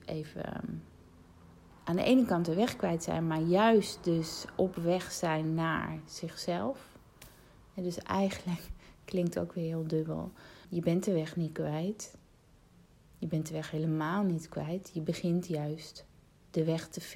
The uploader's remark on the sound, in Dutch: Al scrollend in mijn telefoon, vond ik een audio bericht uit 2018